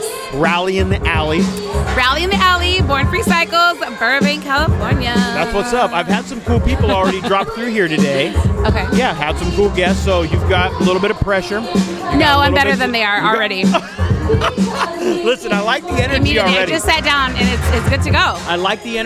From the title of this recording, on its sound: Live from Rally in the Alley at Born Free Cycles